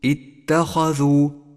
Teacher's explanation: فخم حرف الخاء في كلمة اتخذوا، اتخذوا، فهو حرف استعلاء مفتوح يفخم بالمرتبة الثانية من مراتب التفخيم